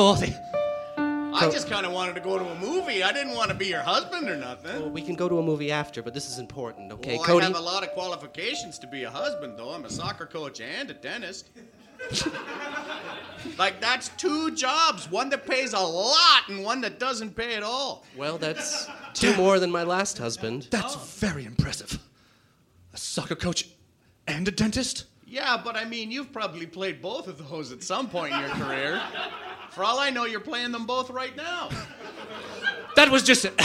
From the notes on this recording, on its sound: It's our first live episode! We come to terms with actually having an audience.